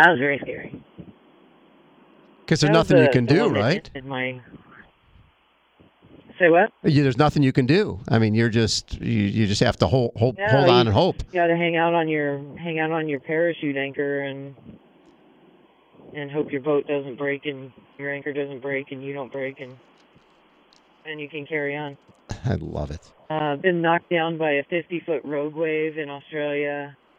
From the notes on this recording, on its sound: Is in the midst of rowing 3,000 miles from California to Hawaii. She took time out from rowing 12 hours a day to chat with us on her satellite phone.